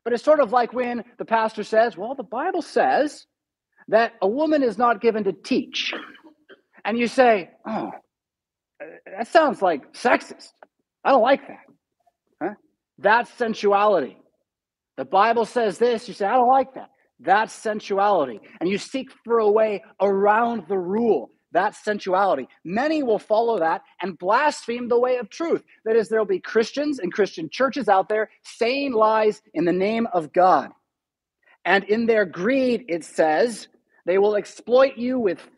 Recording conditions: large echoing room